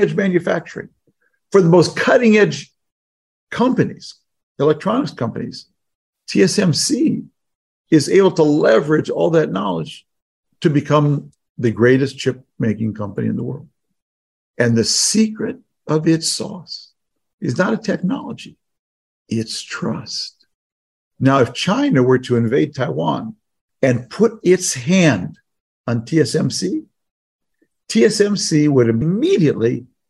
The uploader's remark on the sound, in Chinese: 本集節目內容取自遠見雜誌團隊線上專訪錄音